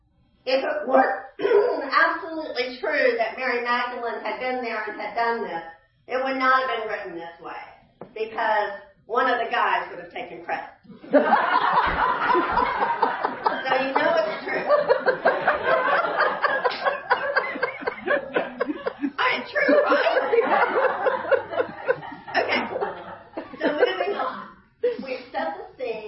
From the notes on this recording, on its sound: Easter 9AM Service. Sermons preached at Church of the Good Shepherd, Maitland, Florida.